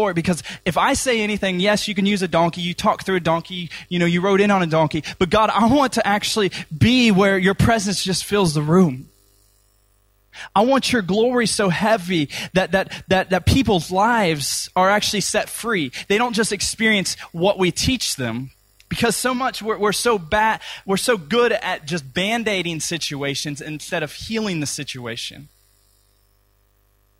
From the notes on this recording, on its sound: Recorded at freedomcentre church, Preston on Sunday 11th June 2017